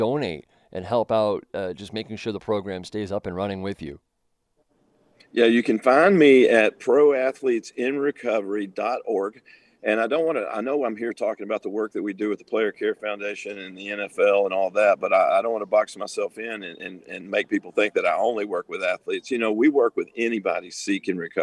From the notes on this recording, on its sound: Radio Row in Tampa Bay. Live from Radio Row.